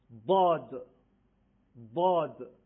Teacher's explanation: از تماس کناره زبان با پشت دندانهای آسیای بالا، یا راست یا چپ